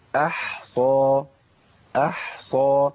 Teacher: احصى عندي حاء ساكنه وبعديها صاد مفخمه، الحاء مرققه الحاء والصاد مفخمه، واحنا خلاص ازاي، بس المشكله عندي هنا ان انا لازم امشي صوت في الحاء، اقول ايه؟